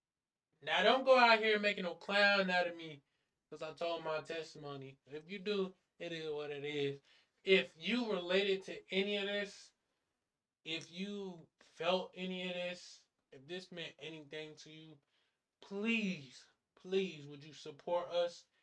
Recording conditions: poor sound quality